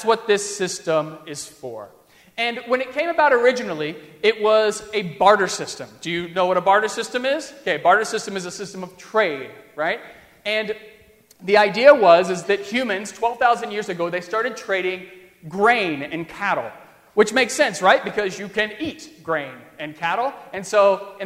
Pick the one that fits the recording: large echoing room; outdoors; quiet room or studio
large echoing room